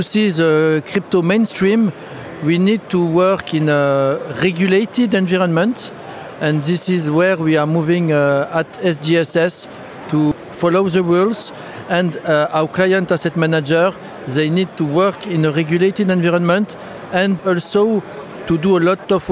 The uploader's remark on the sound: The third and final episode from FinTech Connect, recorded in partnership with Freemarket, that took place at the ExCeL in London from 30th November – 1st December. We recorded a series of interviews from the Freemarket booth with a number of the speakers and attendees at the event.